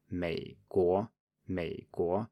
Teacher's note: many students pronounce it as a rising tone when it shouldn't be. So, in a word like Meiguo, uh, America, people tend to say Meiguo, going up on both, but you should be just down on the first one. · Term: third tone